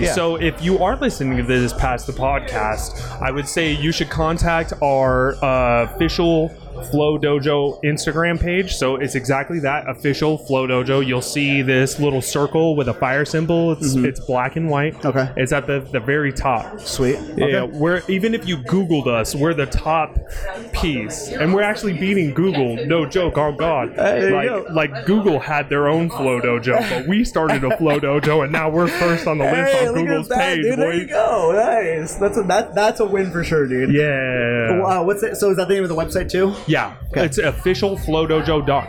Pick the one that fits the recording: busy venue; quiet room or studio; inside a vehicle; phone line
busy venue